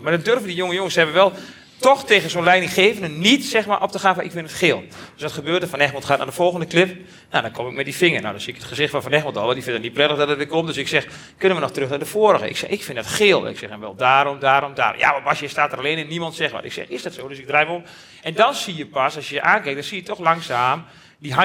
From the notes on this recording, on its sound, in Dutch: Deze uitzending is opgenomen tijdens de het live-event in samenwerking met Q Concepts. 80 aanwezige luisteraars.